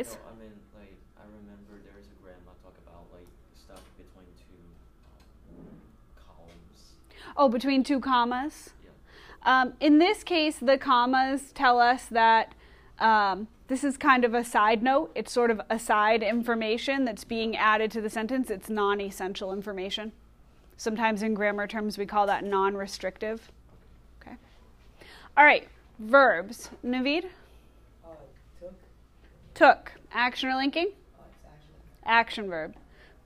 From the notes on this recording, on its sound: Recorded in class